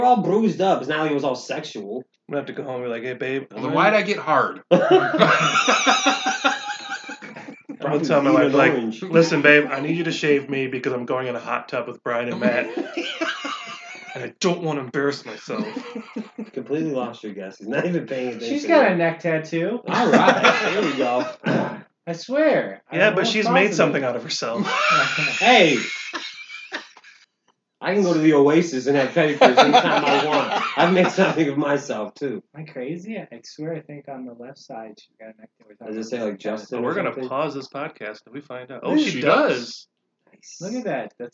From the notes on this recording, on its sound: Sorry if the sound quality is a little wonky still. We’re still trying to work things out with the new equipment.